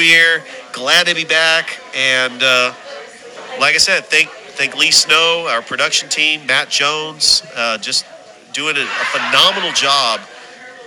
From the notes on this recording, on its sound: Live show at Ivy Park Sports Bar and Grill.